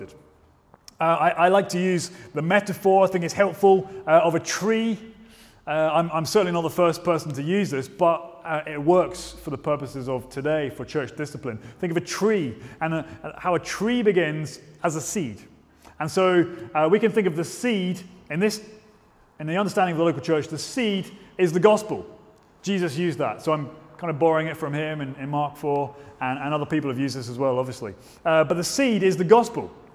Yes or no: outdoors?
no